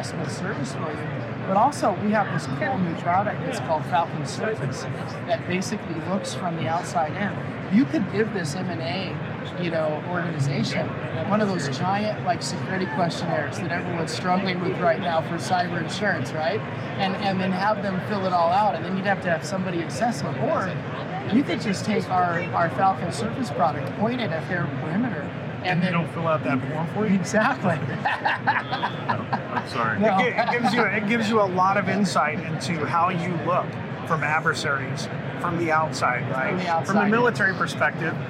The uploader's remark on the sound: an Interview in Action live from HIMSS 2023